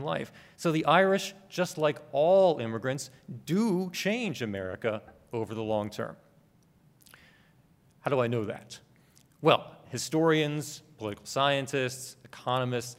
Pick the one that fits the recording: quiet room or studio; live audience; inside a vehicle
live audience